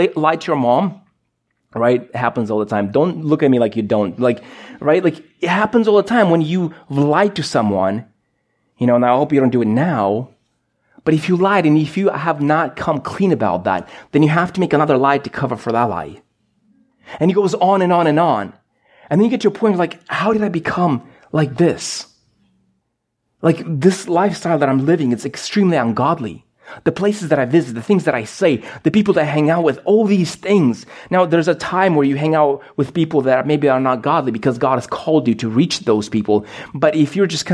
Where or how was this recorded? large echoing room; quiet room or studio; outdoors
large echoing room